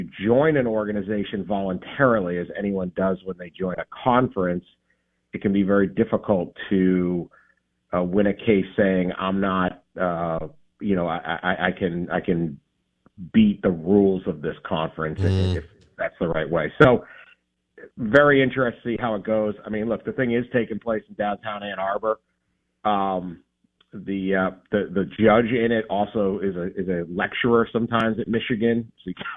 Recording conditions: phone line